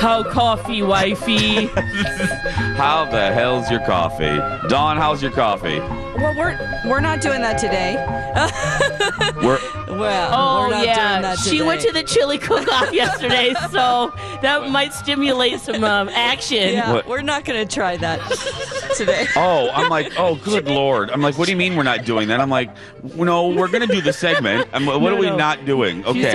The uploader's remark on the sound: broadcast live from the AC Hotel for the Superbowl